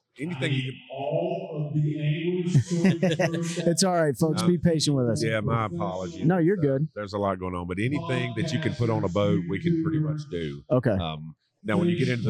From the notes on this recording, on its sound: This episode was recorded during Anglers Choice Open House in Martinsville Virginia so there is some background noise as announcements were being made. We cleaned it up the best we could.